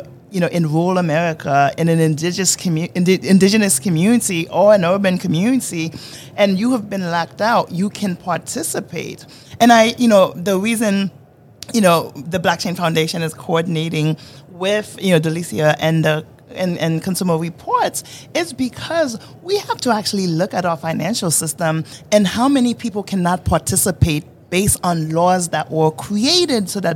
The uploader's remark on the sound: This was LIVE at the Money20/20 US show in Las Vegas in October 2022.